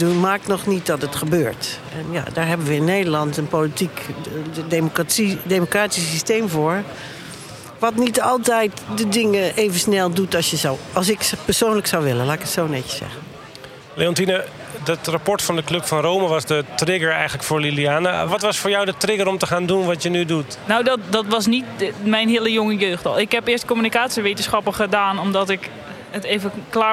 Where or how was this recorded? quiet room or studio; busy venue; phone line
busy venue